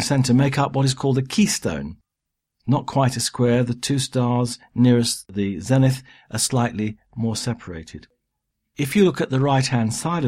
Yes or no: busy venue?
no